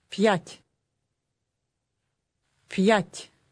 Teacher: It ends with a soft T sound.